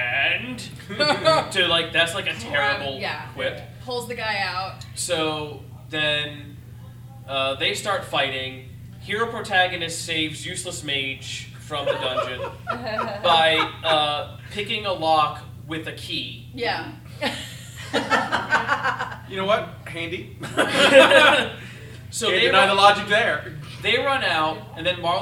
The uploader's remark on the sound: LIVE at MOBICON 2018